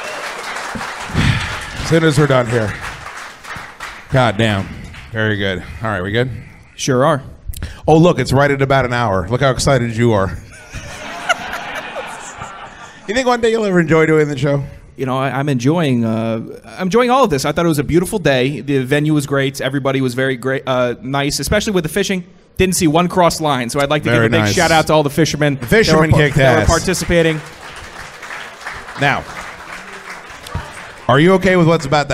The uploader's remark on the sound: The live show from our event at Flying Ace Farm this past October is here for your enjoyment.